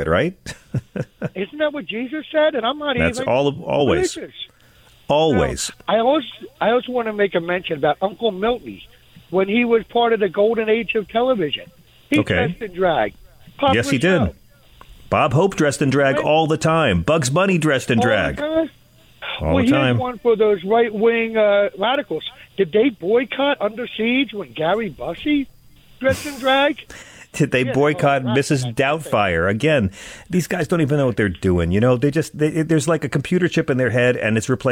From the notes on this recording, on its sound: takes calls